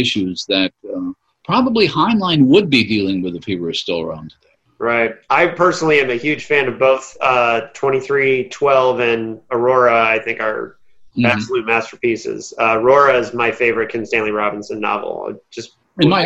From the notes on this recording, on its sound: Holding up pretty well here in the lockdown. Doing some Zoom discussions.